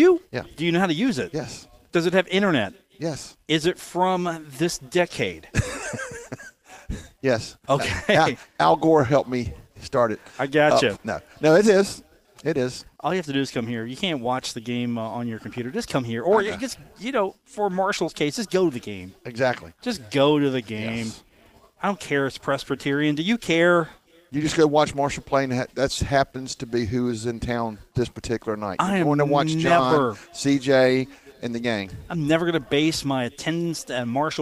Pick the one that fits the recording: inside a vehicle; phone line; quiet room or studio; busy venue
busy venue